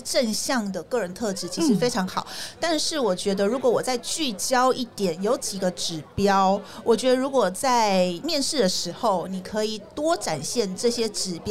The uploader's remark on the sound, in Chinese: VISION 2022 臺大校園徵才博覽會-Live Podcast